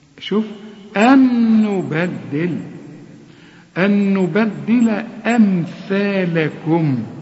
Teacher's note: طلع لسانك ها في الثاء وهتمدها ألف كاملة